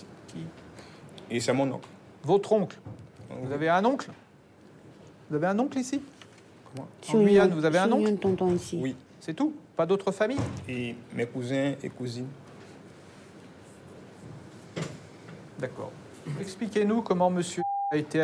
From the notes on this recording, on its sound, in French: Exceptionnellement, l’enregistrement des audiences que vous allez entendre a été autorisé. Adapté de la série documentaire audiovisuelle « En direct du tribunal ».